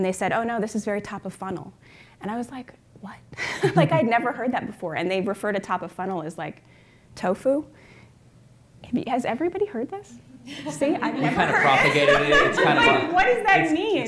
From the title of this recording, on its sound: Live at INBOUND16